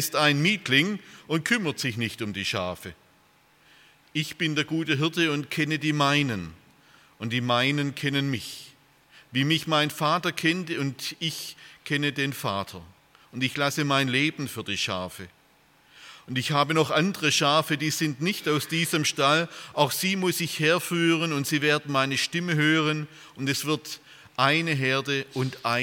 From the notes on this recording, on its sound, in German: aus dem Gottesdienst der Liebenzeller Mission